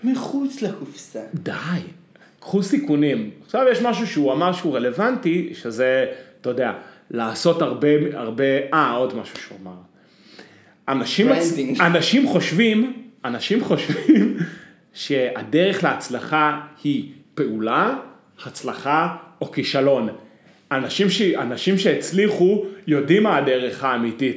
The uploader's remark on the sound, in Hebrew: הפעם הפרק הוקלט בפלורנטין ועל כן ניתן להבחין בהד המזוהה עם דרום העיר